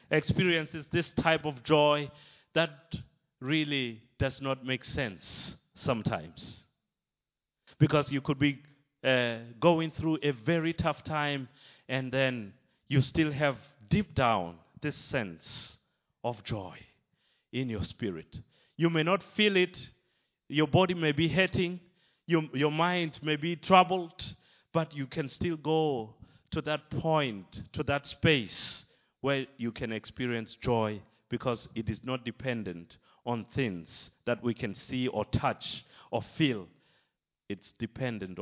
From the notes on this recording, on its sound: Recorded live at Liberty Church on 15th December 2019